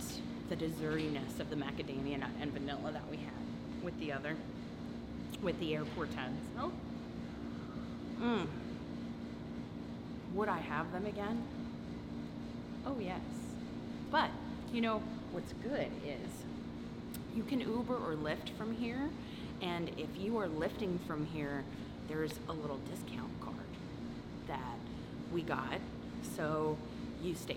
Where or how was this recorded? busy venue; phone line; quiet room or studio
busy venue